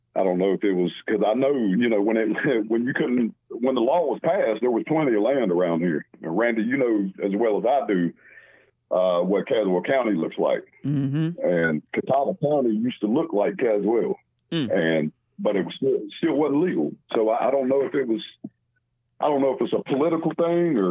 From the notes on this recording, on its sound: special call in guest